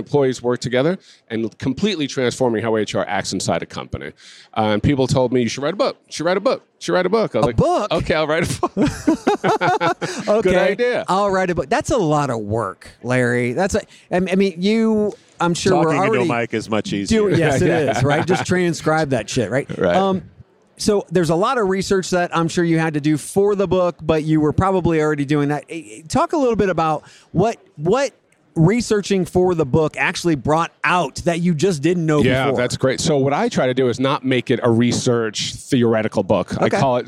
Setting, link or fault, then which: setting, busy venue